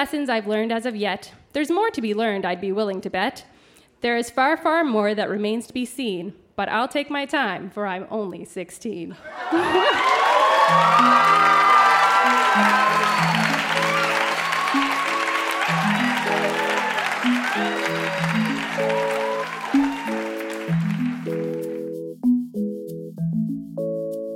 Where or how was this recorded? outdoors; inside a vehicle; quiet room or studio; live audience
live audience